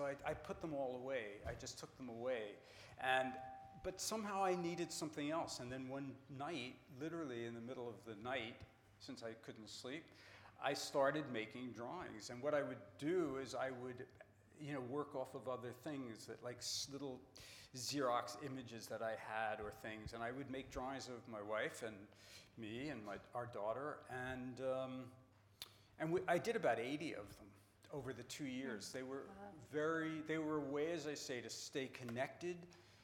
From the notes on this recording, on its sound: Recorded at 92nd Street Y on July 11, 2018.